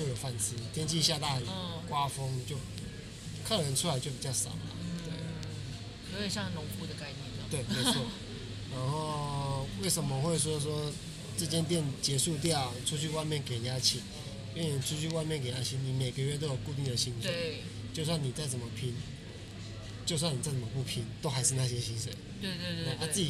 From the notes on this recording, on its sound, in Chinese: 位在信義區市政府站，「CAFE Start 」咖啡外帶店。這集節目我嘗試了在咖啡店裡面錄製。第一次做了這個小嘗試，原本期待有自然的咖啡廳環境音應該還不錯！但實際上錄製的音質的確有點“超乎我的預期”啊…（笑）。